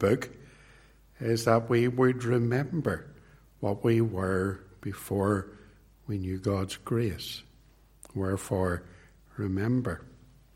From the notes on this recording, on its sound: This sermon was preached at Ballymacashon Congregational church, and at Templepatrick Reformed Church. It was recorded at Templepatrick.